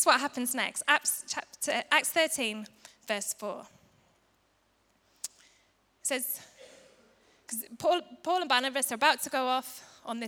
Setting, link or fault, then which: setting, large echoing room